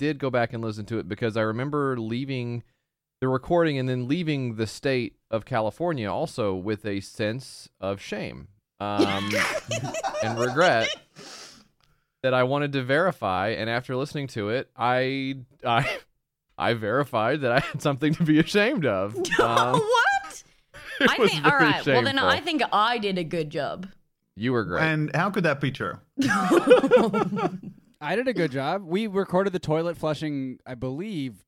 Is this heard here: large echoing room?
no